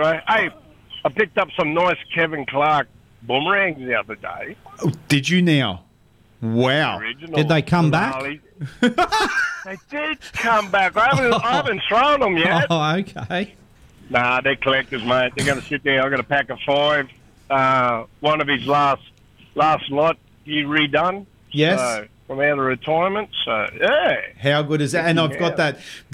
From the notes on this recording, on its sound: Joins us live on the water as he chases bream and whiting with mates.